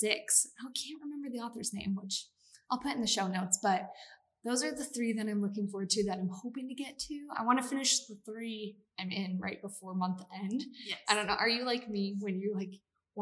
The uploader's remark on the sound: This episode may sound a bit echo-y